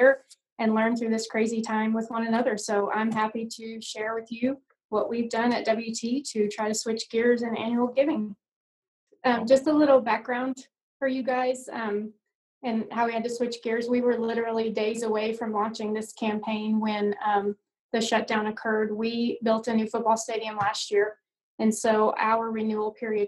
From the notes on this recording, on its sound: Joined me for an small college AD Zoom conversation.